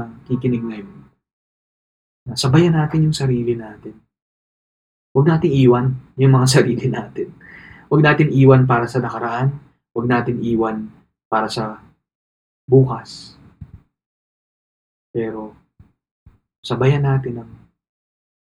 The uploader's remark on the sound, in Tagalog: Isang gabi, umupo lang ako at nagsimulang mag-record. Ni hindi ko nagamit ang malinaw kong mic.